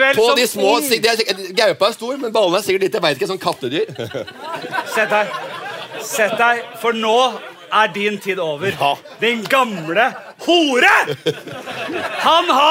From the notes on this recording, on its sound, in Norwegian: Liveshow fra Nieu scene i Oslo! Live-Podkast.